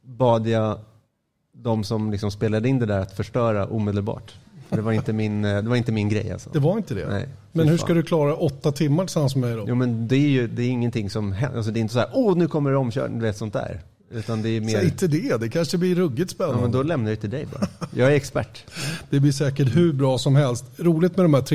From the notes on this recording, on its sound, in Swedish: Veckans avsnitt spelades in live inför publik på Bodegan i Lindvallen. Därav är ljudbilden en aning annorlunda.